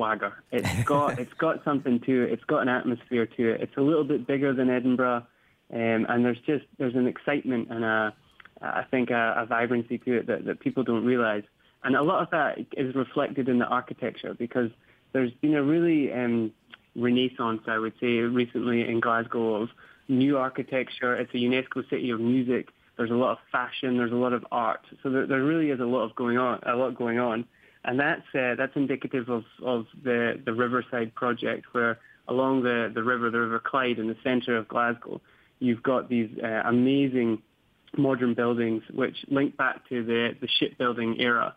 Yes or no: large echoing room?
no